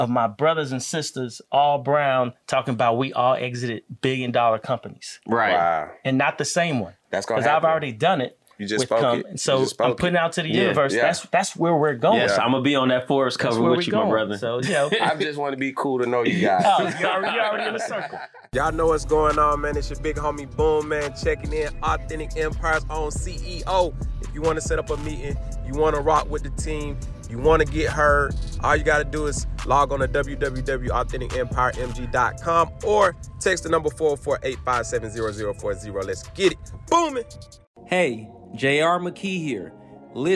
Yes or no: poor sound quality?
no